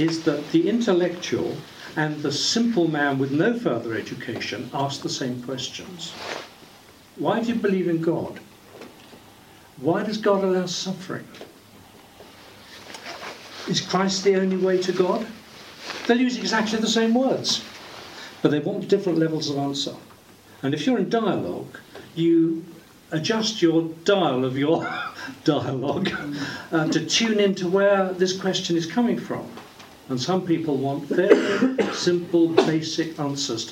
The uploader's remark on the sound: Audio from the March 15th book launch